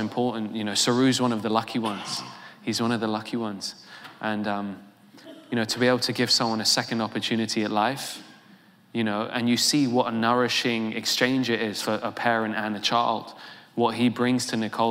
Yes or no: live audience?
yes